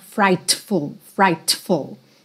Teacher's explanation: esse T que tem no meio da palavra frightful, você não precisa marcar